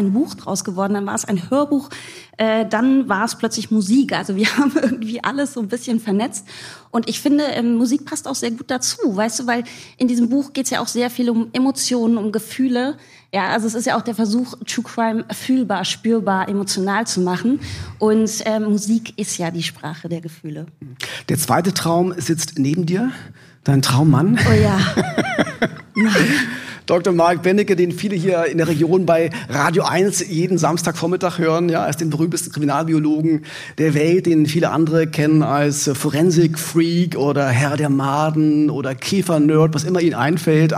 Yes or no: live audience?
yes